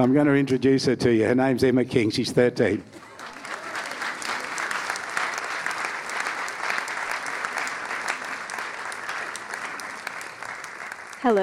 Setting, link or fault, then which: setting, live audience